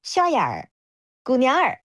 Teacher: 就是杭州话当中它的这个儿其实都是分开的音节，它不会卷舌头